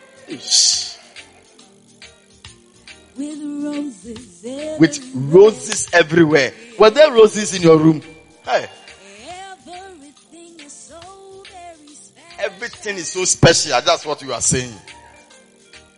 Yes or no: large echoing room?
yes